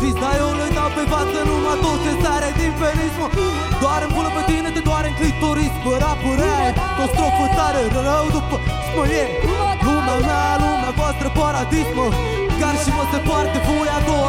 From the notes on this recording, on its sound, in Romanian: Live la Street Delivery Iasi, 2015. Multumim baietilor de la sunet pentru inregistrare. Inregistrat la Street Delivery Iasi, 2015.